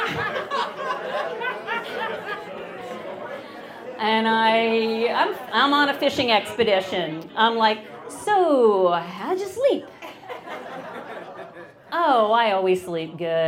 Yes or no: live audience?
yes